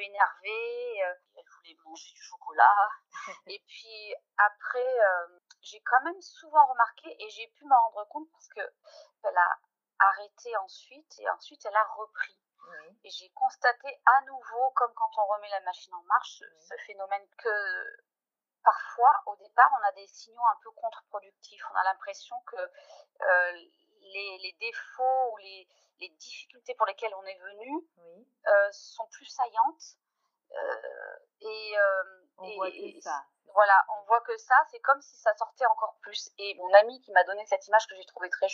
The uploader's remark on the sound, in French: Les conditions d'enregistrement n'étaient optimales, je fais une nouvelle fois appel à votre indulgence sur la qualité audio de cet épisode !